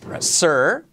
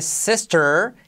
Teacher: La R genérica se come a la vocal de delante, da igual la vocal que lleve. Fíjate que suena lo mismo sir, I-R, que fur, U-R, que sister, que doctor, que es una O.